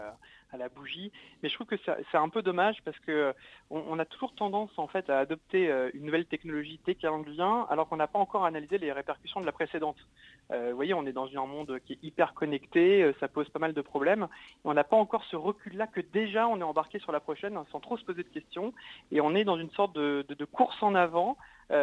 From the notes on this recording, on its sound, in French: nous sommes au téléphone